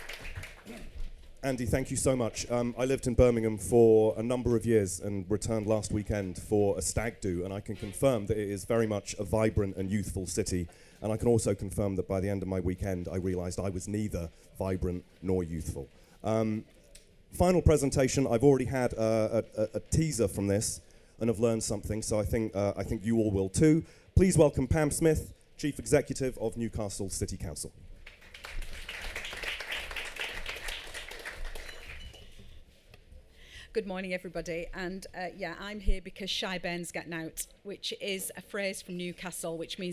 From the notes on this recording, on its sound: In this live recording that took place in the EG Pavilion. Recorded live at MIPIM on Tuesday 14 March.